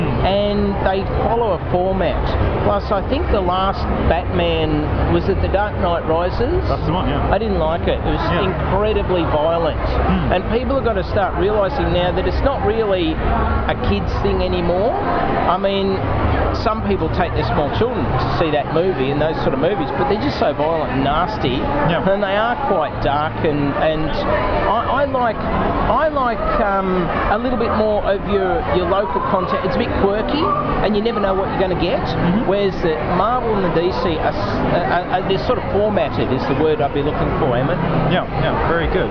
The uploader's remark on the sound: talks to the punters at Oz Comic-Con in Melbourne